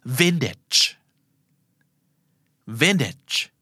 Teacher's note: ageเมื่ออยู่ท้ายคำและไม่โดนเน้นหน้าตา ageก็จริงแต่ออกเสียงจะกลายเป็น itch นะครับเพราะฉะนั้นคำนี้คือ vintage vintageนั่นคือ vintageนะครับไวนิลเหรอครับแหมพูดถึงวินเทจไวนิลก็มานะครับเพราะว่ามันก็เป็นของบางอย่างซึ่งเก่าเก่าและแต่ว่าคนก็ยังสะสมราคาก็ไม่ใช่ถูกๆนะยิ่งเก่ายิ่งแพ